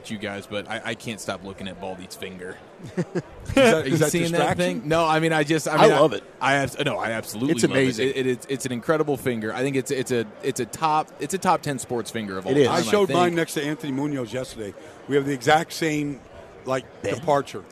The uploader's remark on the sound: live from Super Bowl Radio Row